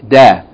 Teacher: Its articulation point is from the top part of the tip of the tongue and the gum line of the two top incisors. Okay, the top part of the tip of the tongue and the gum line, the two top incisors, the two front teeth, where the gum meets the teeth. · Term: del